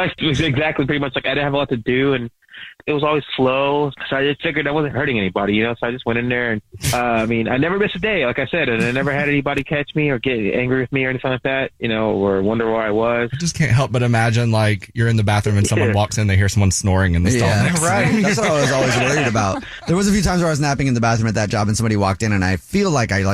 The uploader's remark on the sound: There is one listener on the phone who does exactly that!